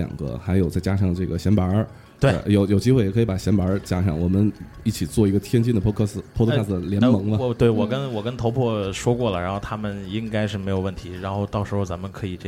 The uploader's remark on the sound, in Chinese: 在天津唐座酒吧第一次尝试现场直播的Live Show